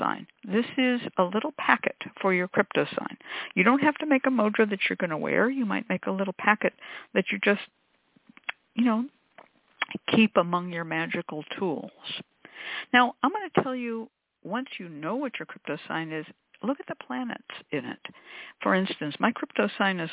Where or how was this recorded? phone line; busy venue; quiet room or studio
phone line